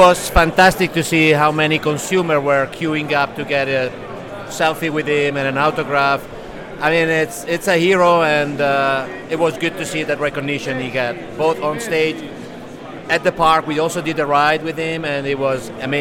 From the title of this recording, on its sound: Live from Rouleur Live 2023